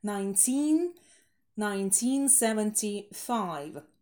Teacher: чуть-чуть больше выделить teen, вот именно в годах. 19, 1975, что именно 19, иначе будет похоже на 90.